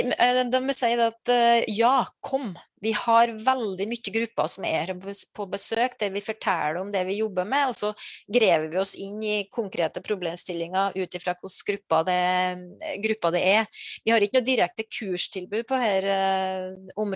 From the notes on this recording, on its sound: Live Zoom. I denne live-sendingen.